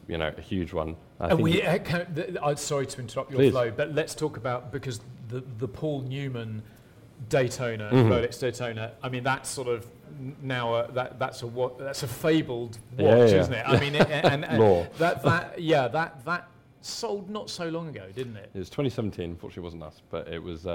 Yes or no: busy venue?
yes